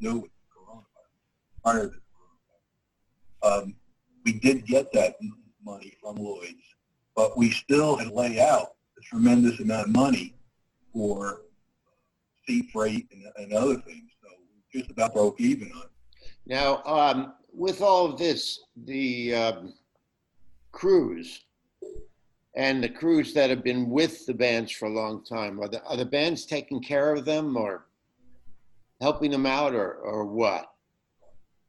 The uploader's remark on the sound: The sound isn't great on this, but it's good enough to hear an interesting conversation.